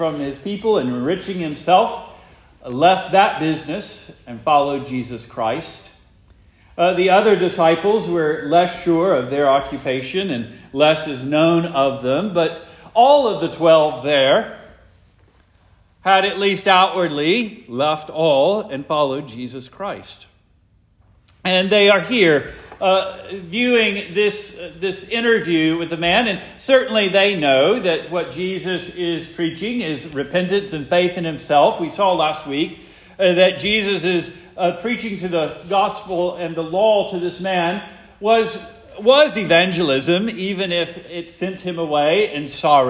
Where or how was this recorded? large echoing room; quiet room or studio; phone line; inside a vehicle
large echoing room